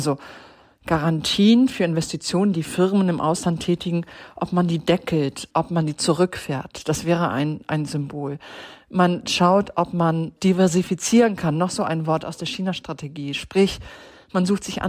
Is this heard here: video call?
no